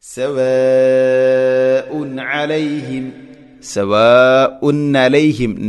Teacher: ഇനി സവാഉൻ അലൈഹിം, ഉൻ തൻവീൻ ശേഷം അലൈഹിം, ഇവിടെ ഐന്, സവാഉൻ അലൈഹിം ഇദ്ഹാർ ചെയ്യണം, വെളിവാക്കി ഉച്ചരിക്കണം, അവിടെ മണിക്കരുത്. സവാഉൻ അലൈഹിം, സവാഉൻ അലൈഹിം, നലൈഹിം നൂനിനെ കൊണ്ടും വായിക്കരുത്, അതും പ്രത്യേകം ശ്രദ്ധിക്കേണ്ടതാണ്.